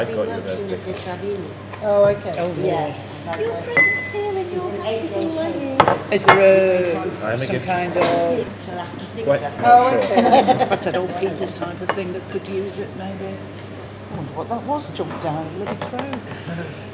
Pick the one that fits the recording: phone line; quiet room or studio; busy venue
busy venue